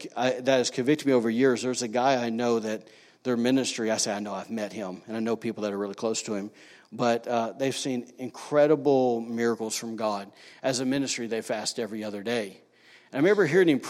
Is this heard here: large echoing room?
yes